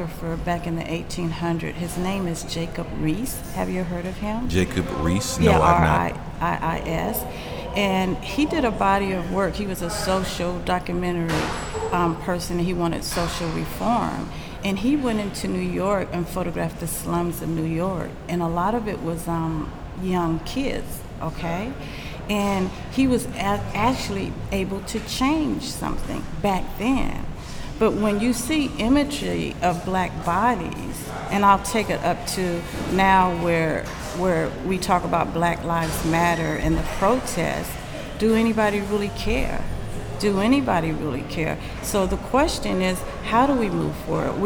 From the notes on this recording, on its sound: Recorded live at Gallery 72